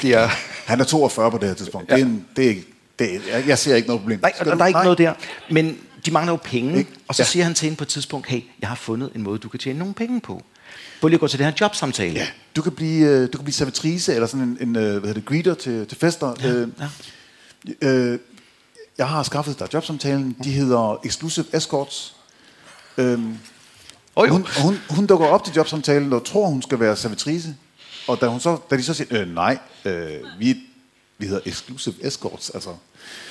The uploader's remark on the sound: Live fra Krimimessen21.